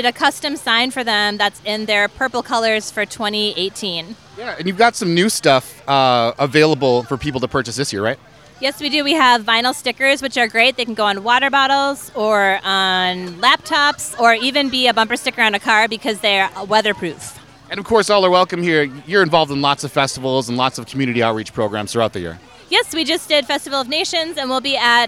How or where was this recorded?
busy venue